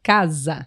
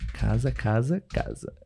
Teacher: Apesar de se escrever com S, né? A casa tem o som do Z.